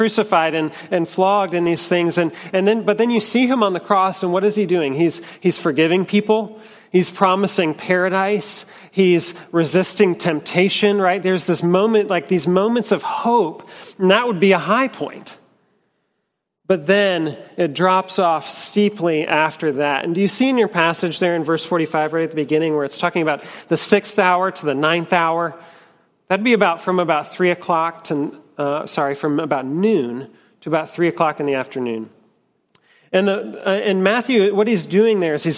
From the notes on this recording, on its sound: at Trinity Church, Puerto Rico.